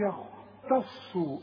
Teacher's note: التاء مرققة جدا، الخاء مفخمة، الصاد مفخمة